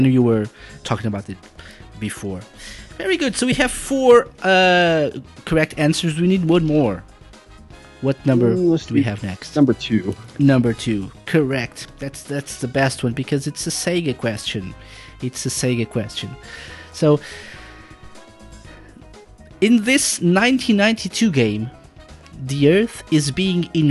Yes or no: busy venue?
no